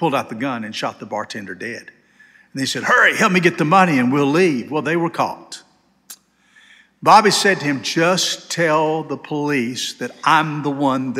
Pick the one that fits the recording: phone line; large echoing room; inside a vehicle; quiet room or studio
large echoing room